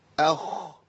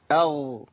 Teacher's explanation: الخاء والغين بيخرجوا مخرج واحد